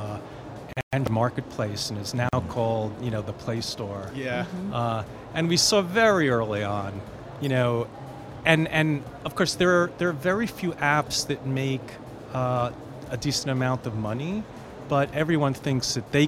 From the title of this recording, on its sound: Live from IGCF 2022